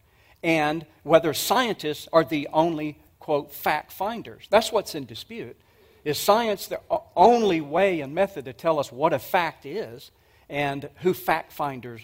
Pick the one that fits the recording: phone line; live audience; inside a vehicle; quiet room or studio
live audience